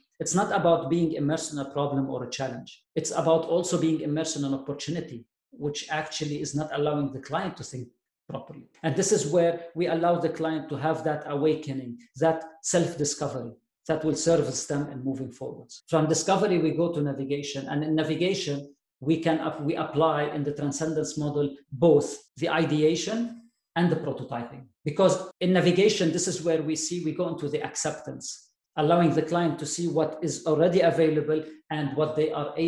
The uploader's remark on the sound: This episode covers the second part of the pre-recorded webinar.